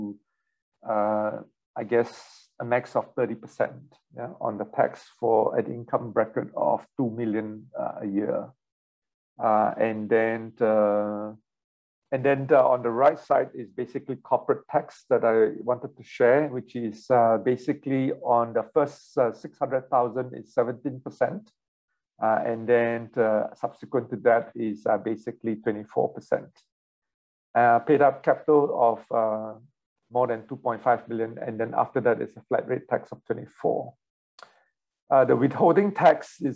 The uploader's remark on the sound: WEBINAR. For those joining us on Zoom.